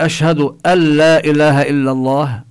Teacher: حينما نقول أشهد أن لا إله إلا الله، هنا لا نلفظ النون، نشدد اللام ألا، هذا لا يكون معه غنة، لأن النون نون حرف، الغنة ملازمة له إذا لفظنا النون. فحينما تدخل النون في اللام لا يظهر شيء من أثر النون ألا. وكذلك في الراء: محمد رسول الله، كذلك يعني لا نلفظ النون التي في التنوين، لا نقول محمد، إنما محمد رسول الله. · Term: الإدغام بلا غنة